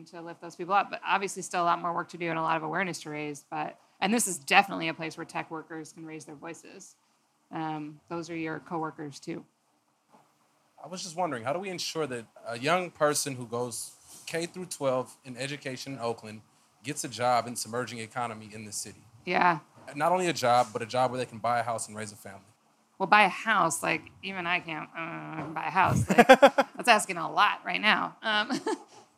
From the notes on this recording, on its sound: Recorded live August 16, 2017 at Eli's Mile High Club in Oakland, CA.